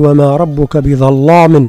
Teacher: وإذا أردنا أن نقرأ برواية ورش، نعم، فإننا، نعم، نغلظ اللام · Term: التغليظ